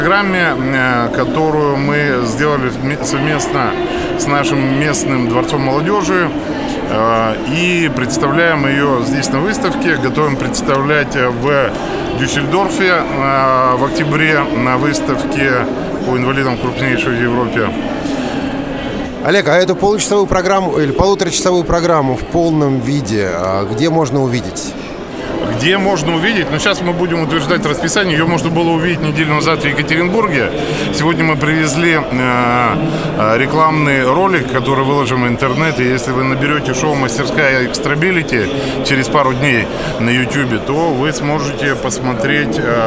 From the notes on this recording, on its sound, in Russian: Интервью с участниками социального движения «Белая трость» на выставке «Интеграция. Жизнь. Общество-2013».